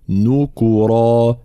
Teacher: طبعا كلمة نكورا يقرأها الإمام قالون بضم الكاف، فلا بد من بيان ضم النون والكاف